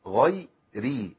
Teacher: الراء مكسورة والراء المحركة بكسر في القرآن كله مرققة